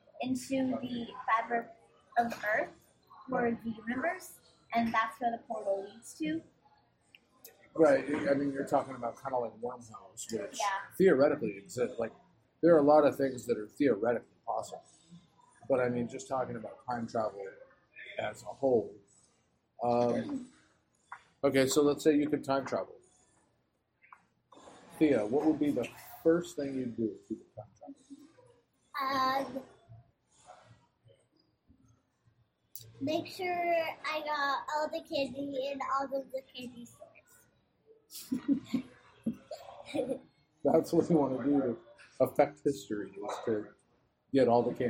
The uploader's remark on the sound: WARNING: AUDIO QUALITY IS SUBPAR. We went on location for dinner. Over pizza and salad. Being on-location, the audio is not optimal, and even with as much as I was able to clean it up, still sounds less than clear.